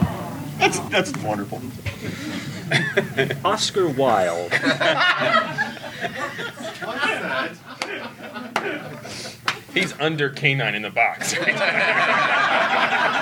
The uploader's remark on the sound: special podcast recorded at Convergence